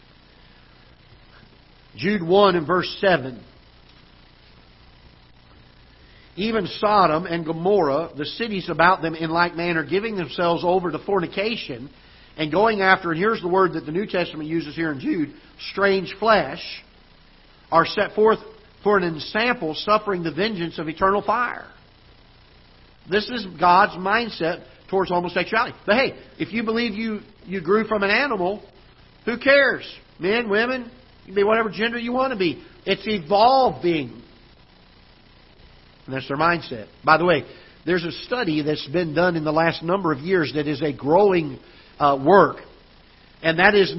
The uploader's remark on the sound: Ketha Heights Baptist Church ~ Live Broadcast